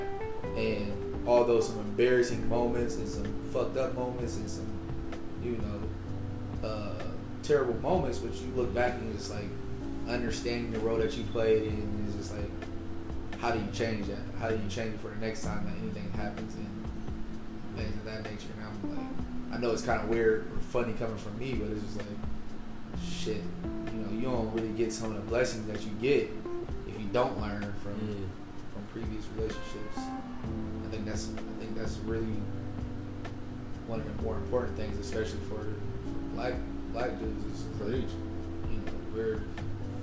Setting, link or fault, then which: fault, sounds in the background